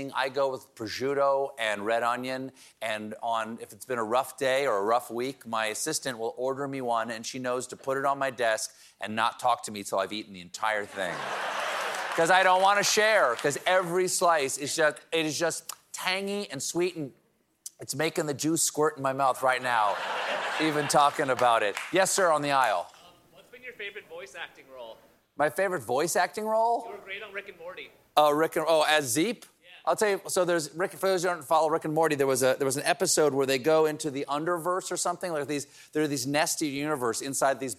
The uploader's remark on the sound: Every night before the show, our host takes a few questions from the audience.